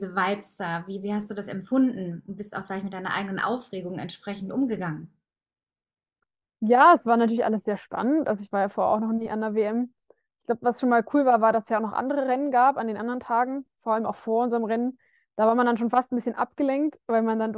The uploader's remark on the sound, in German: per Videocall